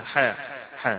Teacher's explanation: بتمد الحاء حركتين اثنين فقط، ما بتمدش مدا طويلا فيها، حاء حاء هذا المد الطبيعي.